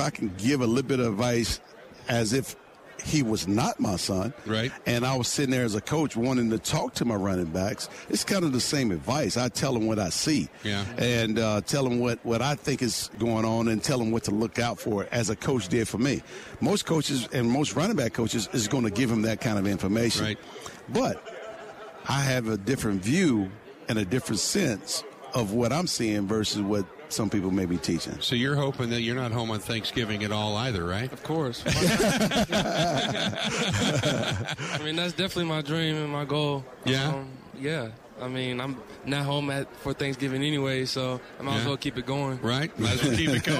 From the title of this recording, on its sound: Live From Radio Row At Super Bowl 57